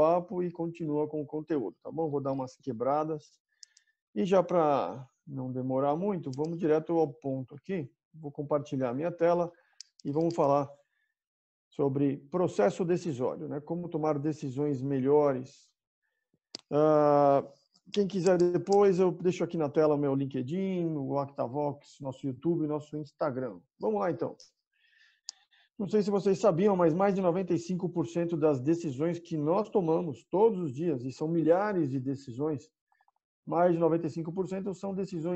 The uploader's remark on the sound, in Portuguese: Programa gravado em 28/05/20 via ZOOM.